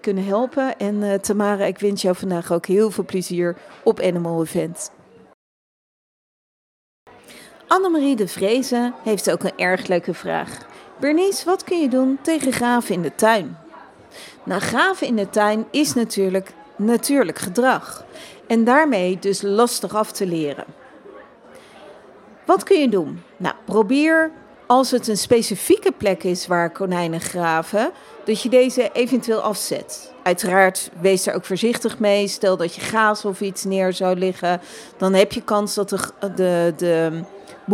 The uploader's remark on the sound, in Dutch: Live vanaf Animal Event